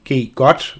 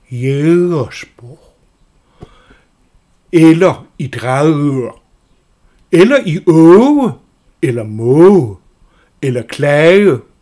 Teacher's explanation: Det er det meget vigtigt, at G'et ligger nede, langt nede i halsen og kommer derfra. · Shown in: second take · Term: bløde bagtunge G